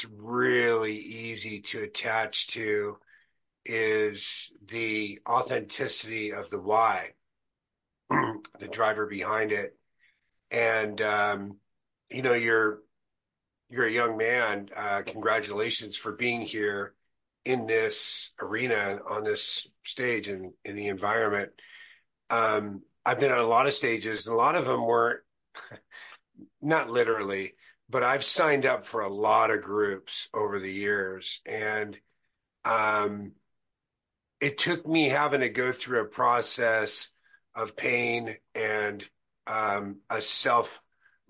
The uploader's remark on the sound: In this Zoom meet